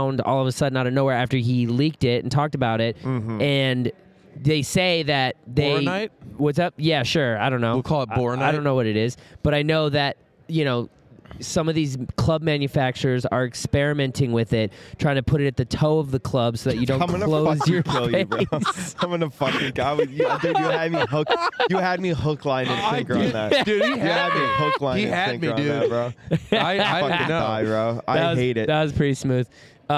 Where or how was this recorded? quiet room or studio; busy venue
busy venue